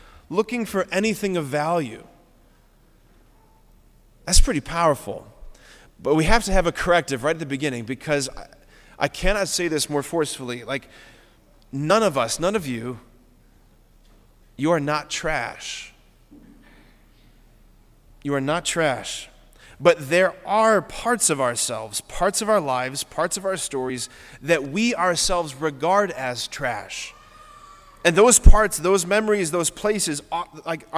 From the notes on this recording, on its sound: preached this homily on March 3, 2024 at Sacred Heart of Jesus Catholic Church in Wadsworth, OH